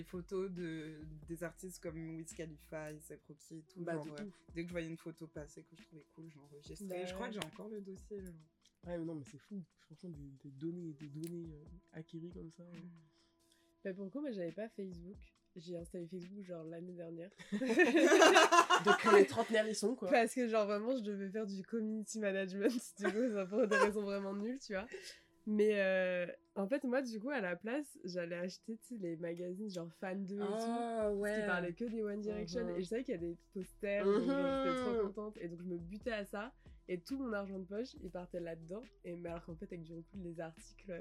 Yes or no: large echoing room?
no